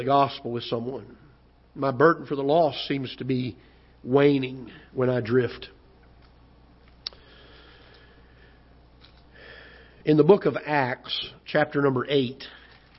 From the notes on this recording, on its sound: Ketha Heights Baptist Church ~ Live Broadcast.